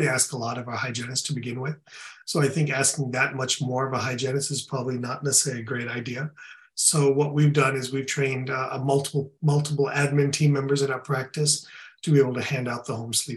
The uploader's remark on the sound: In this webinar recording